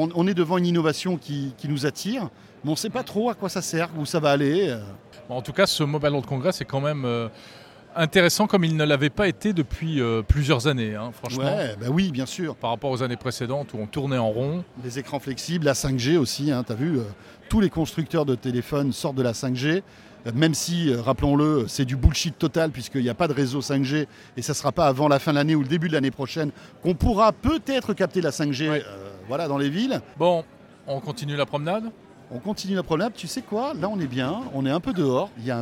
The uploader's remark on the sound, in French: on vous emmène en balade au salon Mobile World Congress de Barcelone